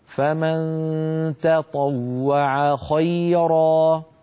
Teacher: لكن علينا أن نرقق التاء ونفخم الطاء